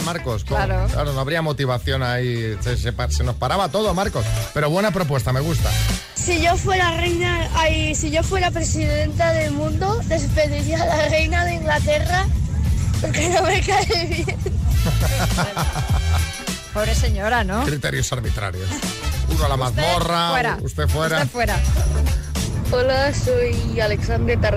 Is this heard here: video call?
no